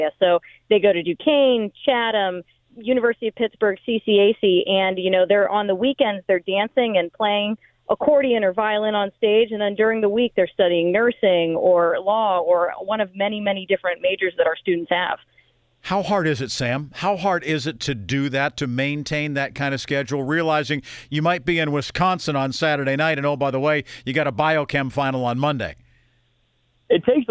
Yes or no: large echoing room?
no